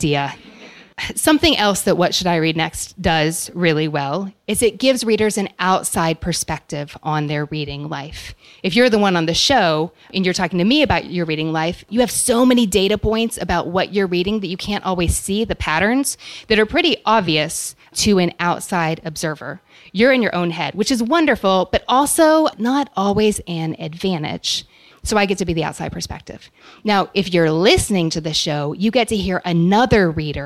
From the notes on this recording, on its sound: Today we’re sharing the live audio from my book tour stop at the Strand in New York City. In the next segment I’m joined by a Strand bookseller to do some on-the-fly literary matchmaking for our live audience.